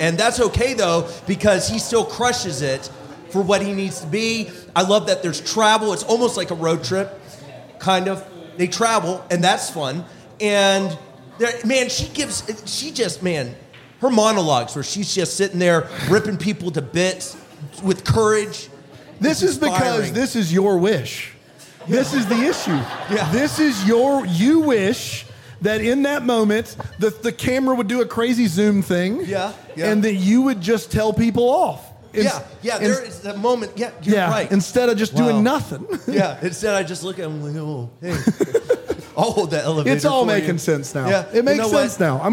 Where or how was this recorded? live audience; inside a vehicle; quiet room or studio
live audience